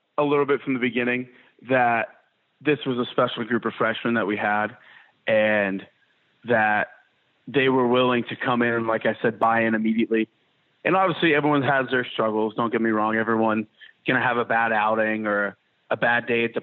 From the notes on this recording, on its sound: joined on the Modern Woodmen phone line